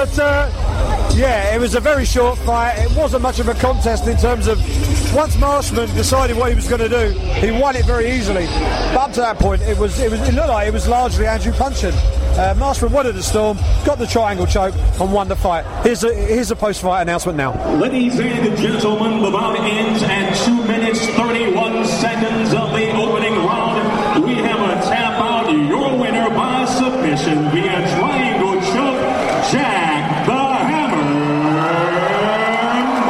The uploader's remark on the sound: live event reaction from cageside at London's iconic Wembley Arena